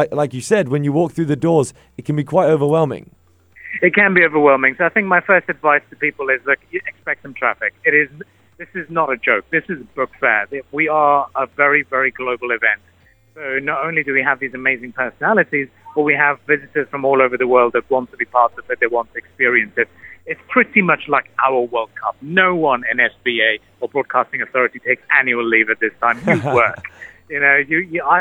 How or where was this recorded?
phone line